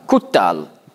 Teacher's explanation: Kutal heißt dann, er wurde ermordet. Es ist nicht so, dass man das T doppelt schreibt. Man spricht es nur einfach intensiver aus.